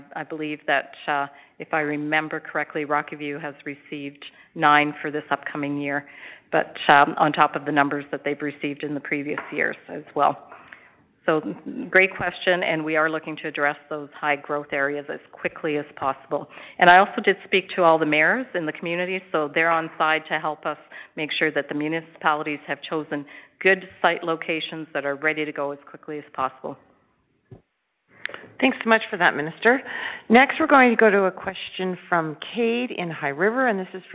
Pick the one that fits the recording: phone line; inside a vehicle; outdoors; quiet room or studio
phone line